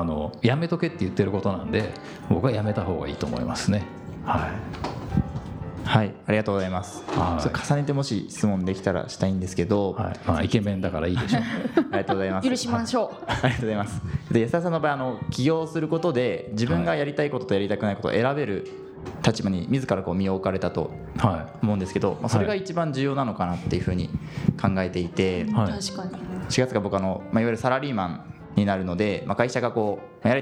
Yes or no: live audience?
yes